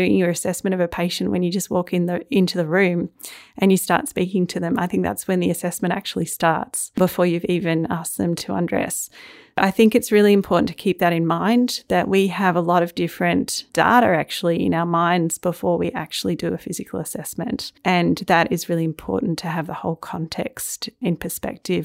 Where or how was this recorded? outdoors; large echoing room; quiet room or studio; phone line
quiet room or studio